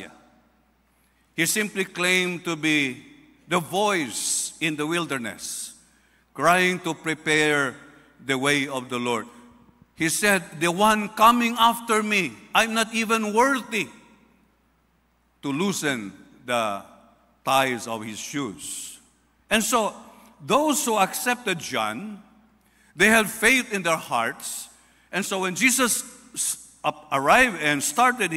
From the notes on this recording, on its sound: This sermon podcast was recorded live at Zamboanga City Alliance Evangelical Church.